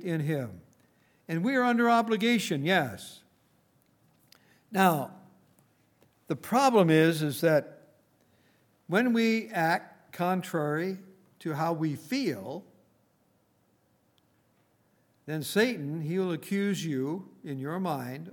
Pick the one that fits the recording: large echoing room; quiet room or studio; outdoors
large echoing room